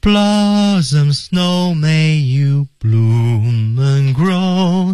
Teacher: 在 bloom 这个位置降，其他地方全是升的。哎，就是在开花这个地方哈，稍微降了一下。你看它是 blooms blossom of snow may you 停顿 bloom 降下来 and grow 又升上去。对，啊，升是升升降升。对，而在这个节奏上来说，大家 blossom